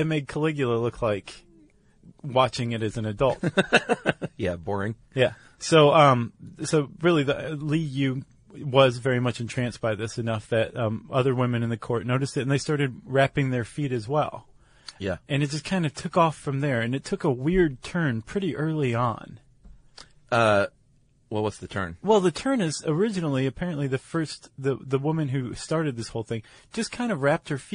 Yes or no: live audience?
no